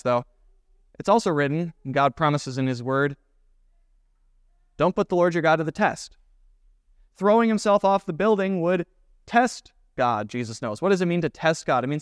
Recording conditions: large echoing room